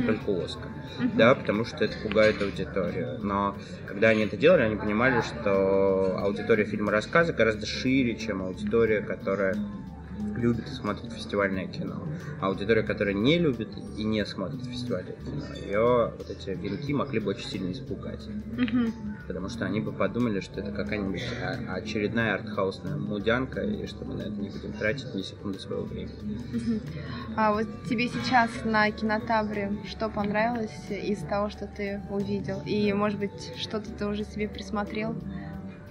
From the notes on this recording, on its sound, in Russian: записан на фестивале «Кинотавр».